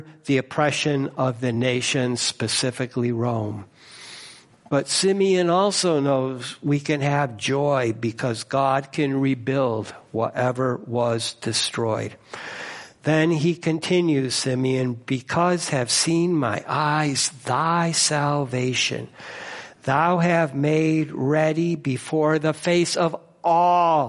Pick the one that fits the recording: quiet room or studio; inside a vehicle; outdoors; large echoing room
large echoing room